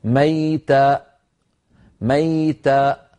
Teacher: لما وقفت عليها قطعت الصوت بإقفال الوترين الصوتيين فخرجت همزة